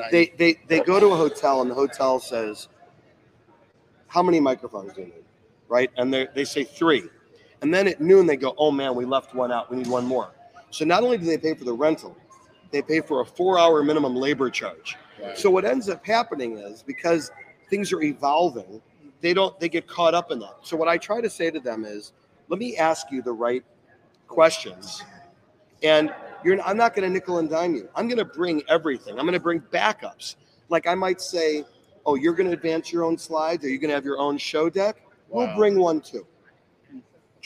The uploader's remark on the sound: Live at Marquee Show 2023